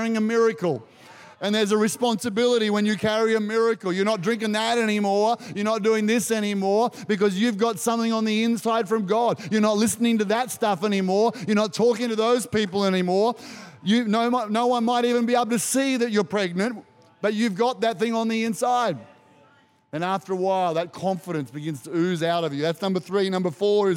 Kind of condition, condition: setting, live audience